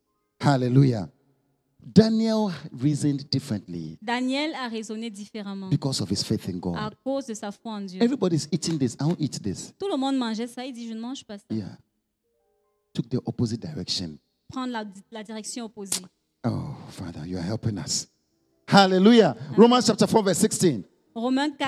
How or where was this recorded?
large echoing room